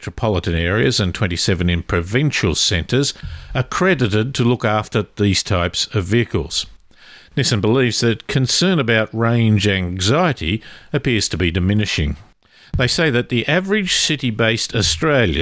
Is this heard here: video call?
no